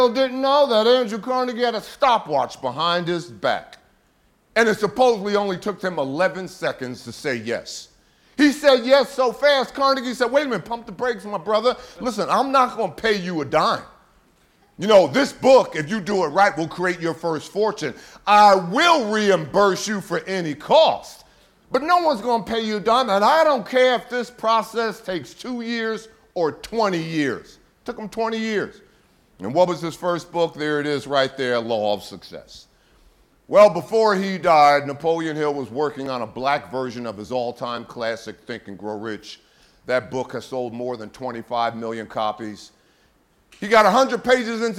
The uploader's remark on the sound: a classic throwback from TSP Live 2018